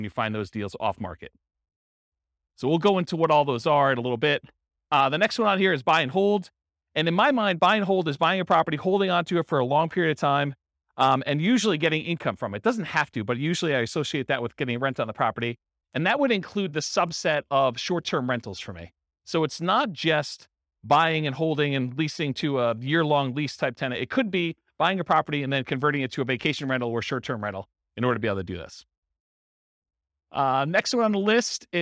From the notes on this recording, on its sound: In Topeka, Kansas. This was a live class recorded.